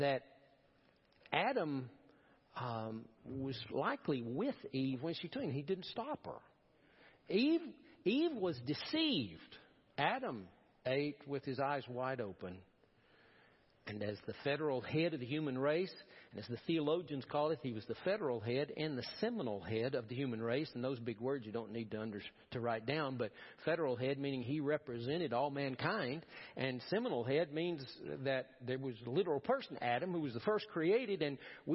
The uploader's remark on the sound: Preached at First Baptist Church of Powell.